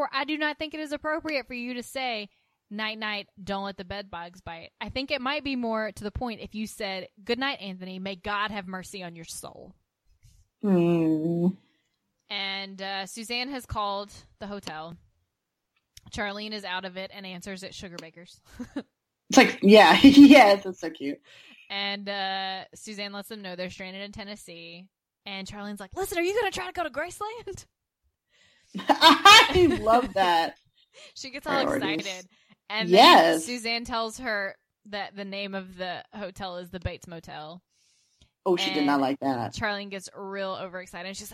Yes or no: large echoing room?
no